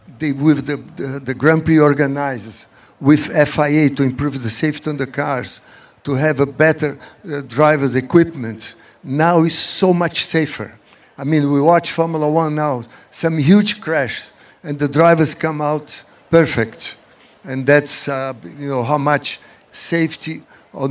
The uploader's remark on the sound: Live at The Quail, a Motorsports Gathering